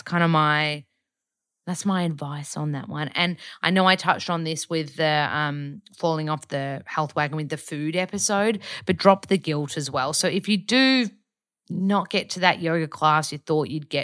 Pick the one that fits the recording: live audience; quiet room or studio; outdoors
quiet room or studio